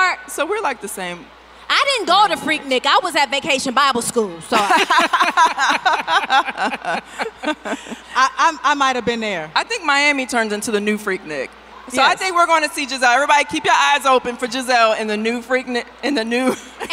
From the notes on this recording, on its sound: Take the stage at the 1st annual Black Effect Podcast Festival in Atlanta for a joint-podcast recording in front of the fans! The TBE Podcast Festival was recorded LIVE on Saturday, April 22nd 2023.